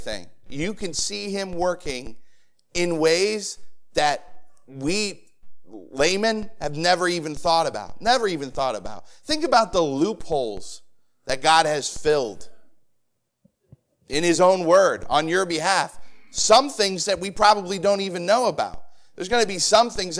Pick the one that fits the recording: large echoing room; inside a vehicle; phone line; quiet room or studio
large echoing room